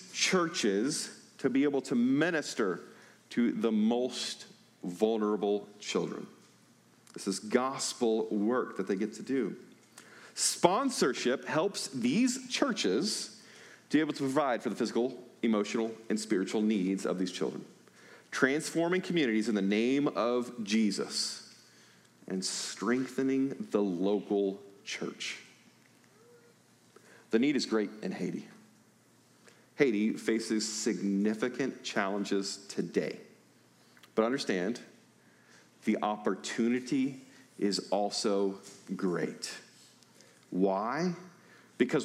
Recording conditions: large echoing room